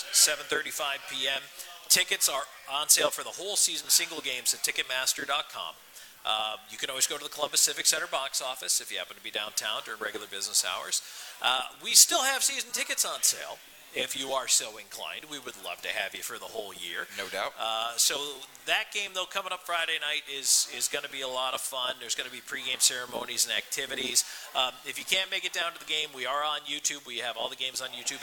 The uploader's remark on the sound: Live from Happy Hour Bar and Grill